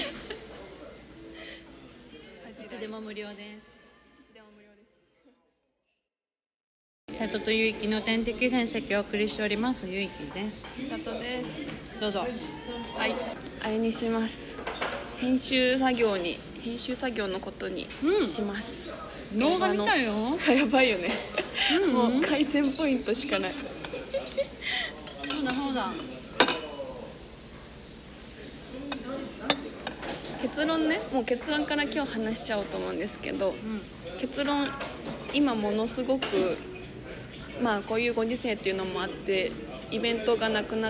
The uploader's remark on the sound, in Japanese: 今回はカフェで収録したため終始ガヤガヤとうるさいです。ごめんなさい！